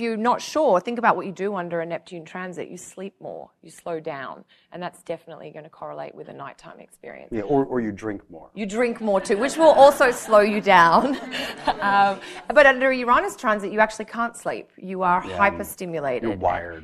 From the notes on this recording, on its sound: Live Podcast Event at United Astrology Conference 2018. A live podcast discussion that was recorded in front of an audience at the United Astrology Conference in Chicago. This was our first time hosting an event like this, or recording an episode of the podcast in person in front.